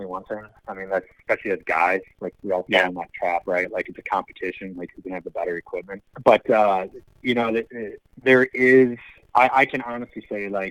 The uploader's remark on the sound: This episode was recorded back in Early spring when everything in Michigan was shut down. I had to call in myself, so the audio is a little iffy.